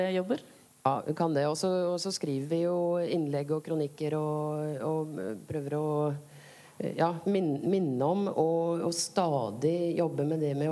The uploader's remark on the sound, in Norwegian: Utesending fra Novafest. Vi er live fra Chateau Neuf i anledning Radio Novas helt egne festival: Novafest! Som seg hør og bør tar vi derfor med oss litt ekstra skurr og sus i denne podcasten.